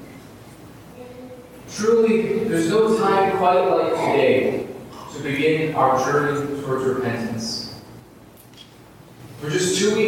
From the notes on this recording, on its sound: Please forgive the poor quality of the audio.